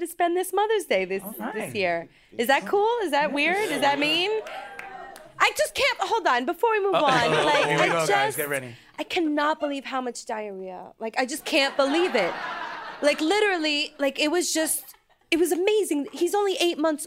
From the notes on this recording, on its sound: This show was recorded at the Greene Space/WNYC Studios in front of a live sold out studio audience.